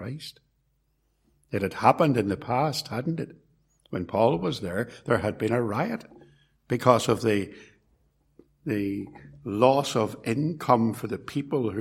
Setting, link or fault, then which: setting, large echoing room